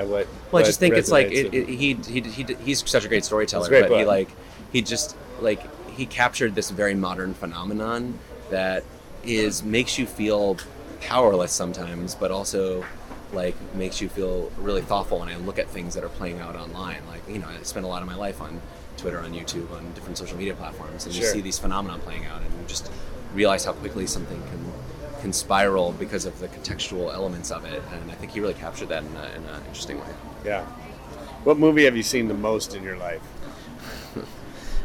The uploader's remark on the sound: LIVE from Cannes Lions